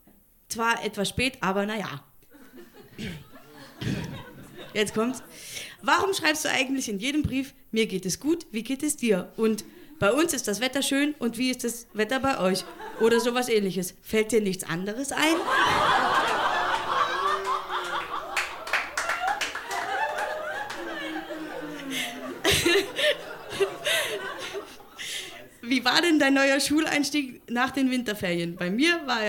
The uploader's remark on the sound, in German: Ausschnitte aus der Veranstaltung vom 09.12.2018 im Monarch, Berlin. Liveshow am 09.12.2018 im Monarch, Berlin. Heißen Dank an den Monarch, unser tolles Publikum.